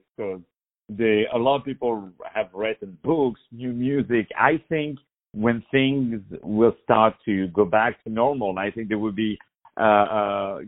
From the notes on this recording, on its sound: On the phone